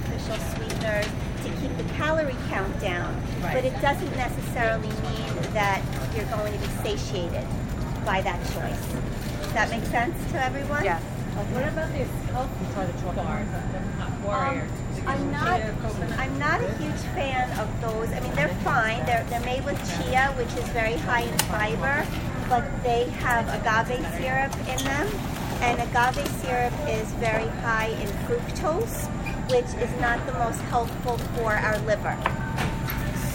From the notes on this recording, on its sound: Thrive LIVE. Live from Whole Foods.